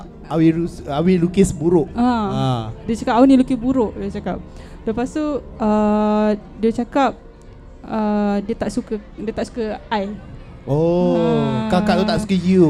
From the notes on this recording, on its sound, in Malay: Di tengah-tengah keseraman dan keghairahan Festival Seram Buku Prima